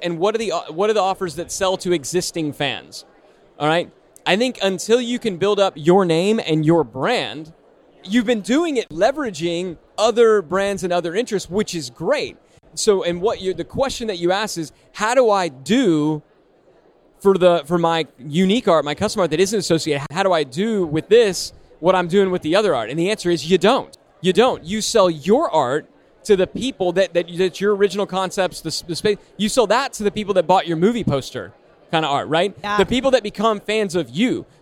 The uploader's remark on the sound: Live from Traffic & Conversion Summit 2018. To answer questions from Traffic & Conversion Summit attendees, live from the Summit!